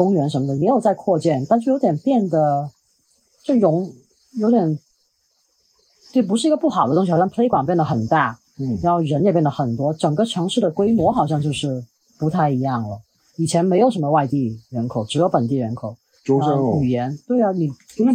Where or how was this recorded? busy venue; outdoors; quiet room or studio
outdoors